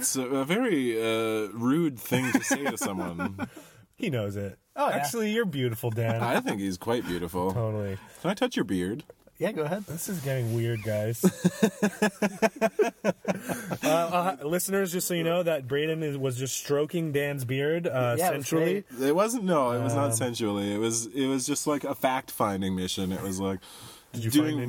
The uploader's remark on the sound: Recorded in the parking lot of the Pique Newsmagazine office in Function Junction (those car acoustics really come through in a pinch). Into our temporary mobile studio.